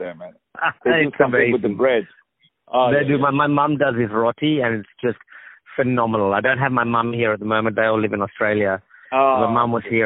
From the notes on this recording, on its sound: On the phone